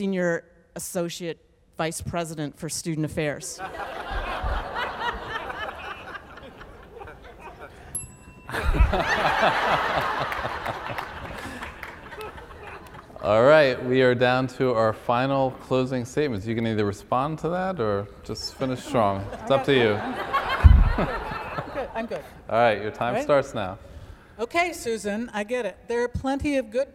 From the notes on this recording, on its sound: feedback from the live audience